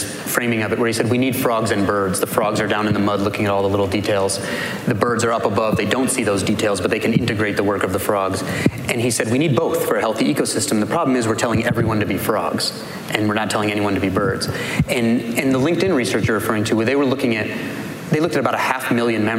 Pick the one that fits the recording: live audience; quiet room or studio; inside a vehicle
live audience